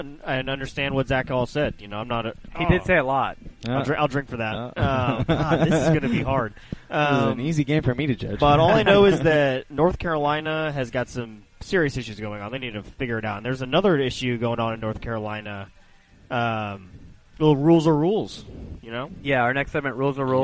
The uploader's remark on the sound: Live From Nates!